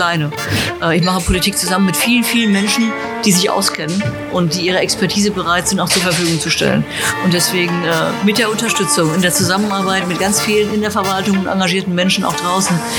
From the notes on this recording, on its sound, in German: im Wieblinger Eiscafé OK Kool aufgezeichnet